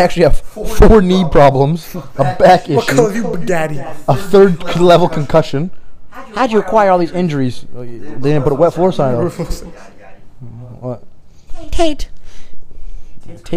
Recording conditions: poor microphone